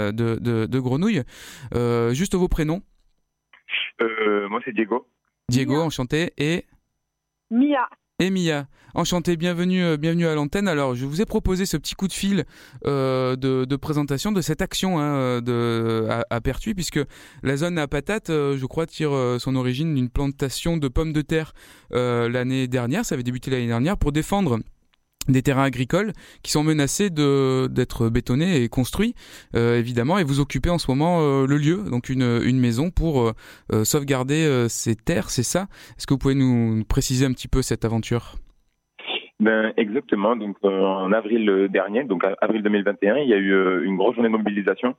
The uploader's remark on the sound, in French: Un point par téléphone du côté de la ZAP , l a Zone A Patate de Pertuis.